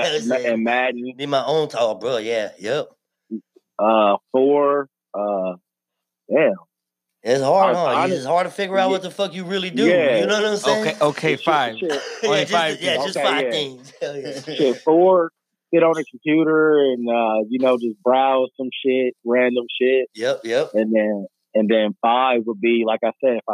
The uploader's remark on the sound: IN THE SMOKERS LOUNGE. TAPS IN ON THE PHONE TO TALK NEW MUSIC (E.P) FROM ARIZONA.